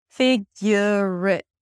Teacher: And then we have the two words it and out, but we connect it together. So the word it reduces to a schwa and a t, since it's a function word. And function words are usually reduced when they're not stressed to a schwa.